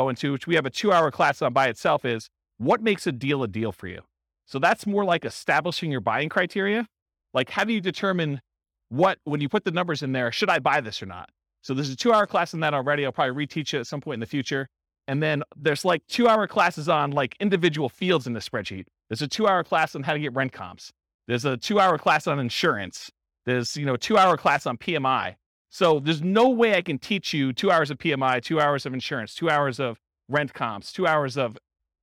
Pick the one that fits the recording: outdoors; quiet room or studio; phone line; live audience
live audience